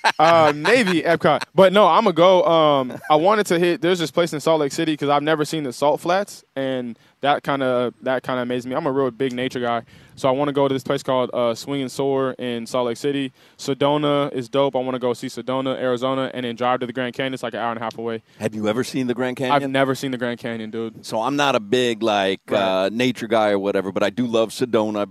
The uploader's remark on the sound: live from Hollywood Kia